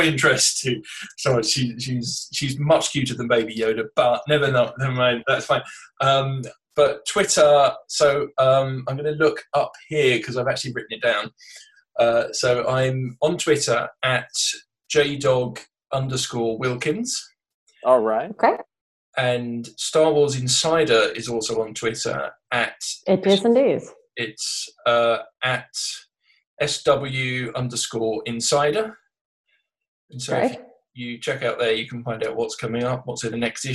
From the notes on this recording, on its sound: This episode was recorded remotely via Zoom and as such the sound quality may not be up to the usual high standards of the podcast recorded in the studio.